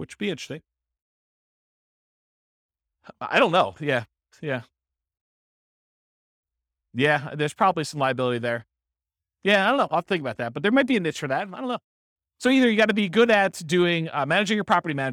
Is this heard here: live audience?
yes